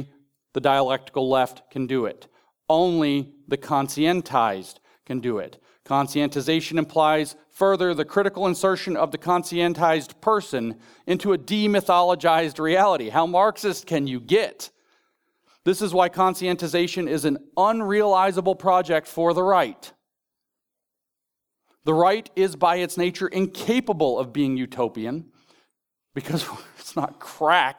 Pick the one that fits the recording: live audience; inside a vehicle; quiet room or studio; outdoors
live audience